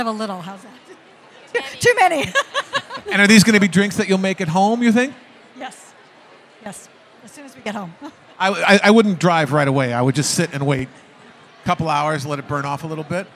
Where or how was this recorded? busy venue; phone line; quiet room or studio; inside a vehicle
busy venue